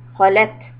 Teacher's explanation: Kha heavy, lam soft and ta hams.